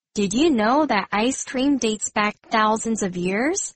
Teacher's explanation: 这个段落的第一句是个问句，因此念到句尾时，尾音要记得上扬。而句首要注意一个小地方，就是 did 跟 you 两个字会连在一起念，念成 did you?